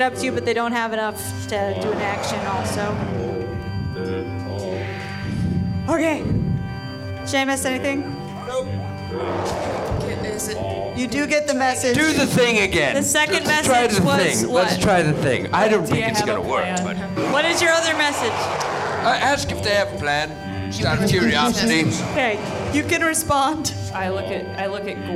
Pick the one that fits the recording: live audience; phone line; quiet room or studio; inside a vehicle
live audience